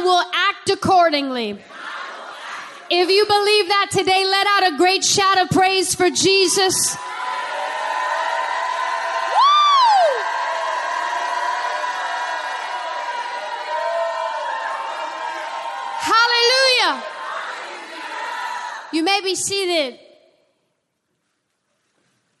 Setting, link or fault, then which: setting, large echoing room